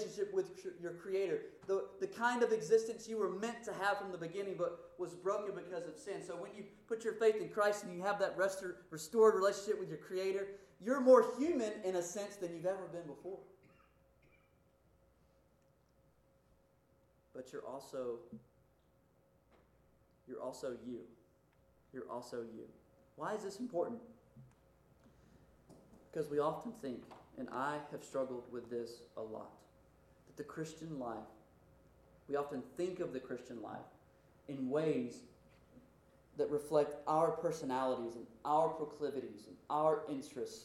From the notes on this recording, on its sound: Due to technical error this recording is inconsistent in quality and volume